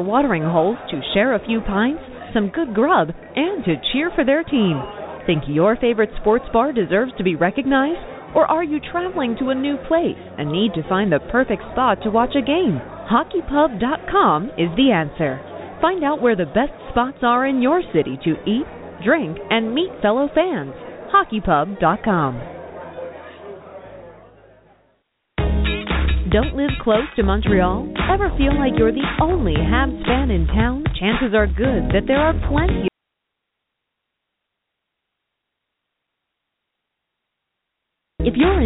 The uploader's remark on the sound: we take your phone calls